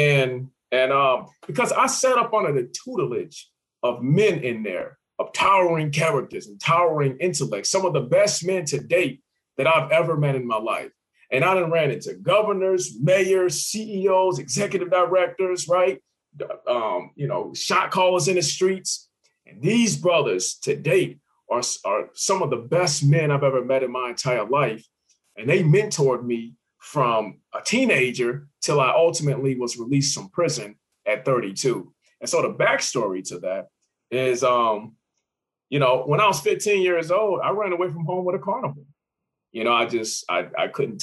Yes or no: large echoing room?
no